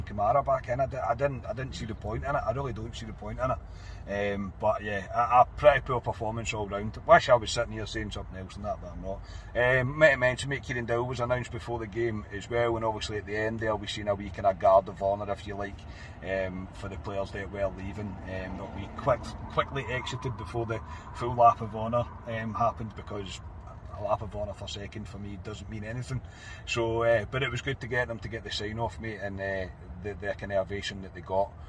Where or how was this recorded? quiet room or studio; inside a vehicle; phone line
inside a vehicle